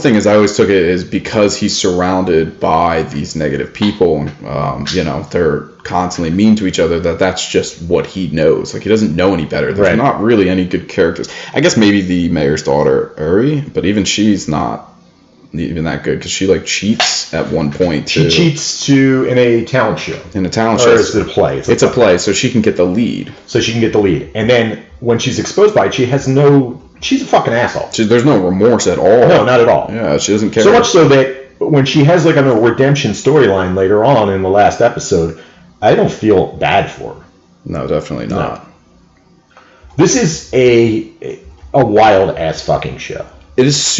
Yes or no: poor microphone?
yes